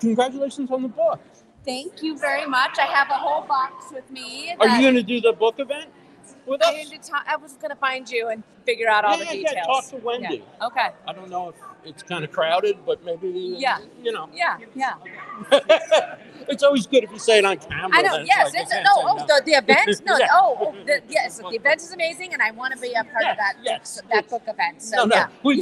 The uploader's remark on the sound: Live from Podfest 2024. Going live on my first walk around Podfest. This year I give a brief tour of the grounds before heading inside. Livestreamed and recorded with StreamYard.